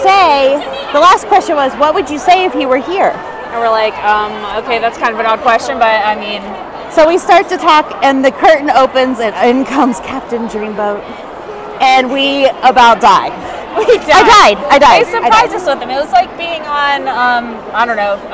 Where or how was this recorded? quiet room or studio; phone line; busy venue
busy venue